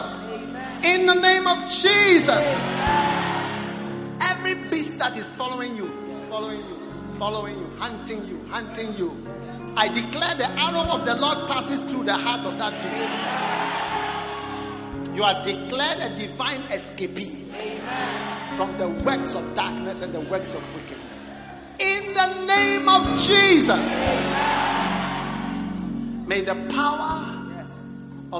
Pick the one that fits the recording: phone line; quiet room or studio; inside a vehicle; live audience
live audience